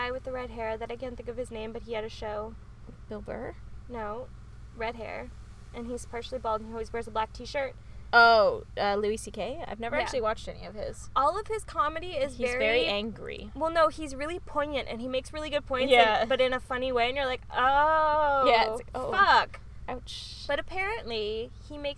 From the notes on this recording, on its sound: two best friends sat in the car and chatted.